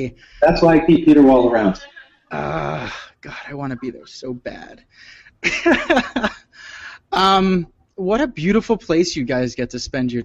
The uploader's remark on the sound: I did join for a Q&A session at the top of the second day thanks to the magic of the internet + Google Hangouts